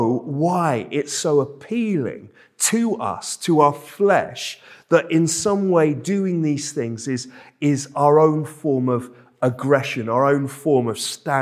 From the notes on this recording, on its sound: This sermon was preached at Welcome Baptist Church on Sunday 26th February 2023.